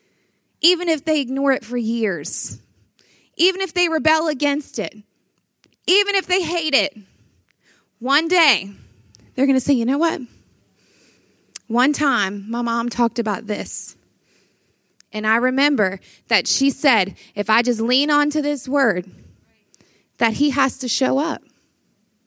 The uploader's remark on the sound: Breakout Session, Flourish 2023